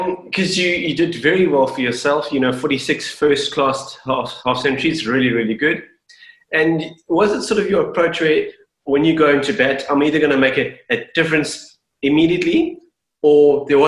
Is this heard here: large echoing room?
no